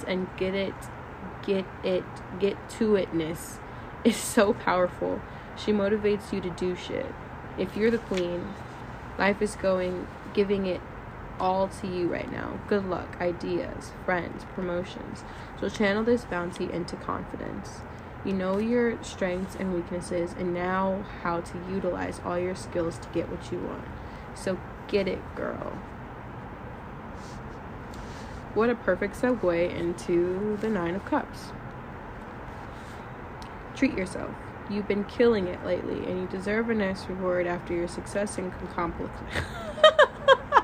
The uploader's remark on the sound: This episode is very raw. They ask that you ignore the audio disturbances.